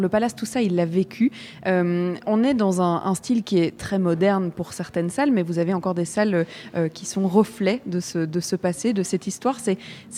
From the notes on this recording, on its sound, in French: de 14h à 16h depuis le Cinéma Palace, où a lieu le Festival Cinéma Méditerranéen de Bruxelles.